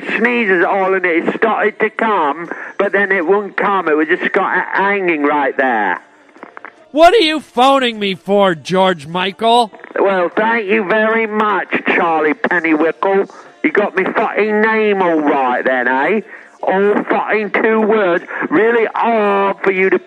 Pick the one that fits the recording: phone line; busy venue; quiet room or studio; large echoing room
phone line